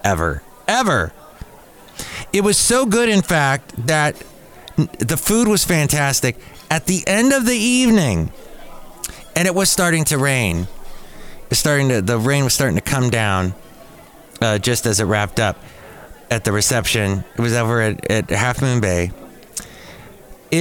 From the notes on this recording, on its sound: podcasts live from Café Anyway